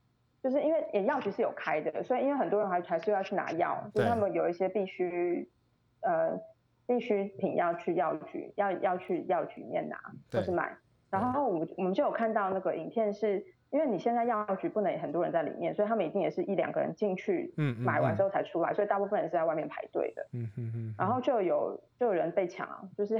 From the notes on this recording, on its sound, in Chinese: 連線馬來西亞聊聊防疫近況狀況。實際錄音時間是在四月三號下午。